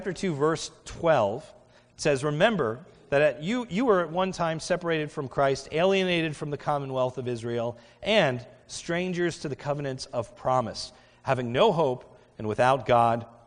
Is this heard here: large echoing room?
yes